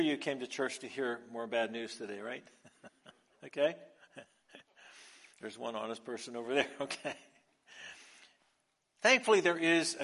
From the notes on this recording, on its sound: Recorded live on Sunday, February 5th